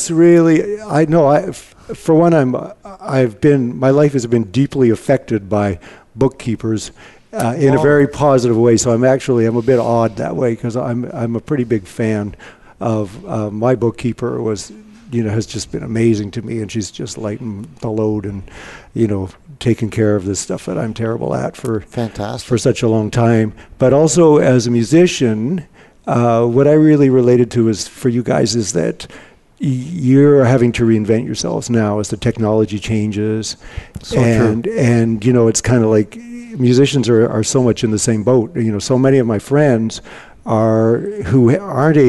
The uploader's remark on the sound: Live Broadcast at the The IPBC IGNITE Conference